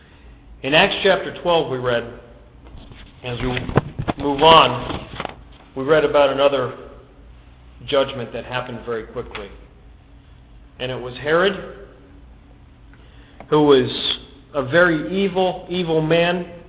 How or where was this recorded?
large echoing room